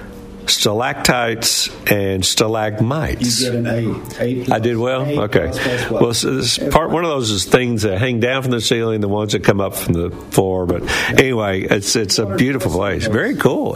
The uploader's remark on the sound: LIVE from the Lost Sea in Sweetwater